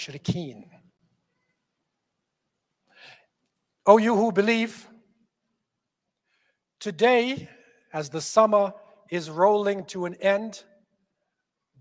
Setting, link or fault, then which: setting, large echoing room